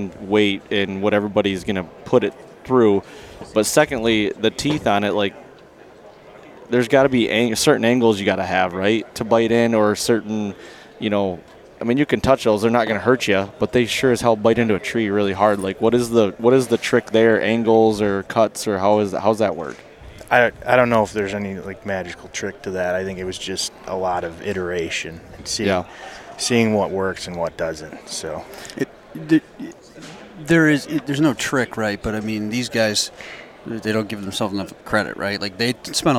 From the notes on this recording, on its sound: While down at the ATA show I caught up with the three owners of Latitude Outdoors.